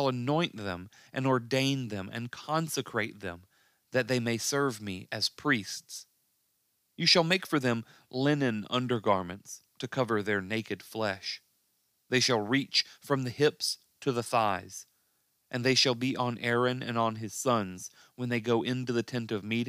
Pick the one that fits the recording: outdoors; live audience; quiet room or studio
quiet room or studio